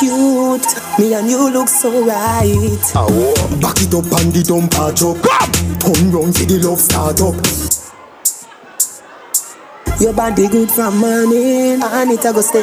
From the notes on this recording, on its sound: Live Dancehall Set at Bashment Party